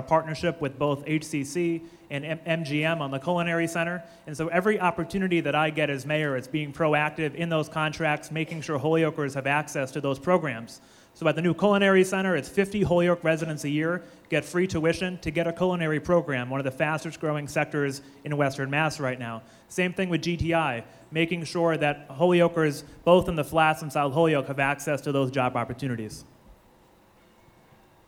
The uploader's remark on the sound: This is the recording of the Holyoke Mayoral Candidates Forum. At El Mercado, in South Holyoke.